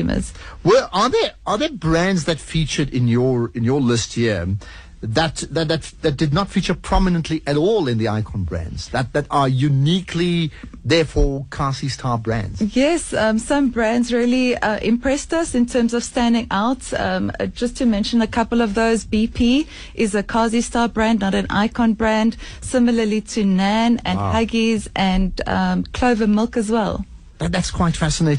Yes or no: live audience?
no